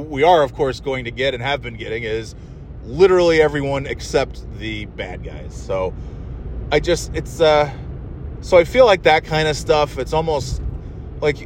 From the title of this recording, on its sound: Driving Home From NY (and NOT in snow)